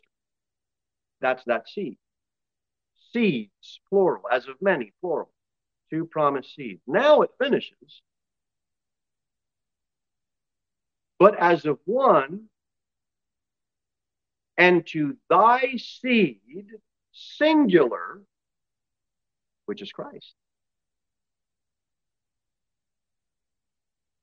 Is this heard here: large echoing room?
yes